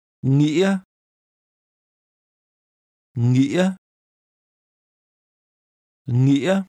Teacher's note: Did you hear the high, rising, broken tone?